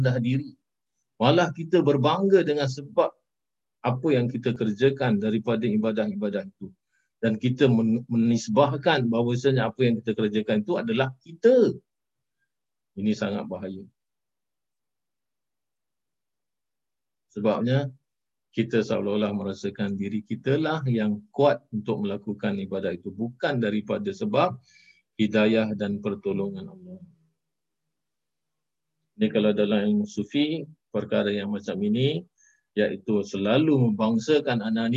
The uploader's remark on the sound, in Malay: Rakaman zoom pada setiap Sabtu 5 ptg (waktu Singapura)